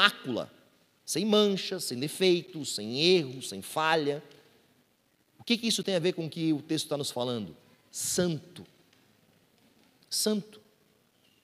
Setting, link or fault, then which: setting, large echoing room